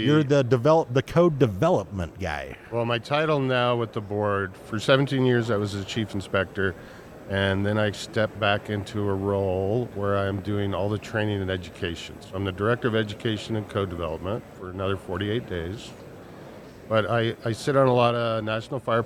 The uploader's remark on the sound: Recorded during the Western Propane Trade show and Convention.